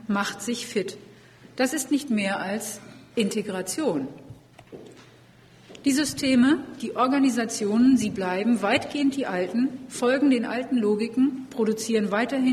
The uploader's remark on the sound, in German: Vortragsdokumentation der Tagung "Univision 2020 - Ein Lehrhaus für alle!" des Disability Studies (ZeDiS).